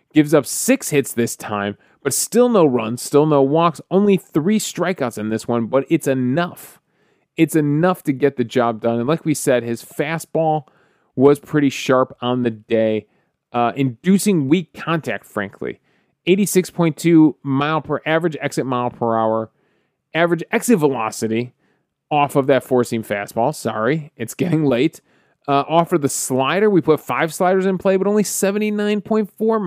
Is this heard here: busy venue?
no